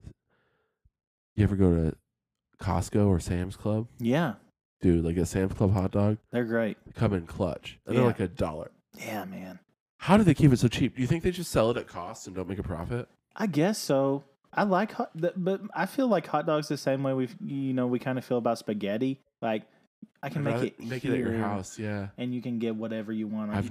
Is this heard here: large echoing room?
no